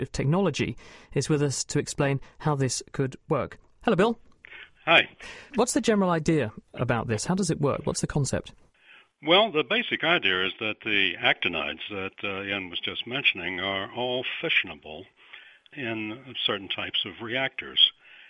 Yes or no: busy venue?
no